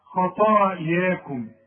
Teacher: والمد بتاع الياء رققه عشان الحرف مرقق